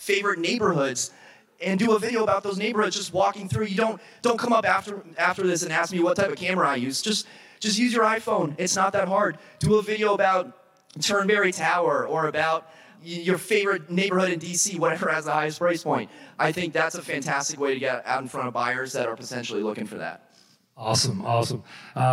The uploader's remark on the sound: the social media panel at the 2019 HyperFast Sales Summit